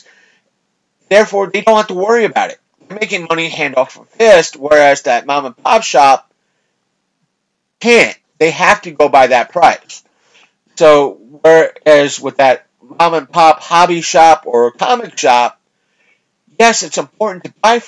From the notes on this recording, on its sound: Fighting his mic issues